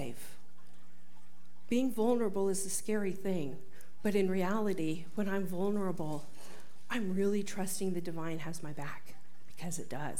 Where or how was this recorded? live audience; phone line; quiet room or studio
live audience